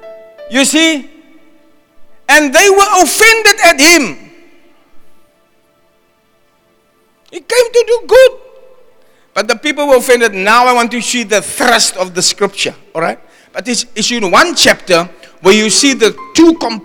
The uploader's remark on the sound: Preached at Zion Sanctuary, Cape Town on the 5 November 2023